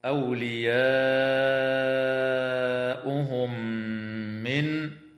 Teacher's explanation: وتدغم الميم في الميم مع الغنة في قول الله تعالى: أولياؤهم من